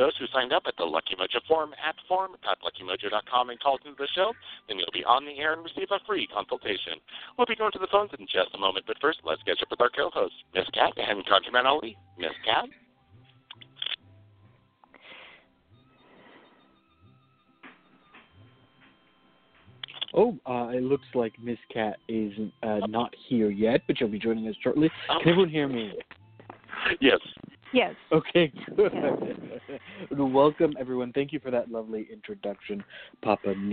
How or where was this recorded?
phone line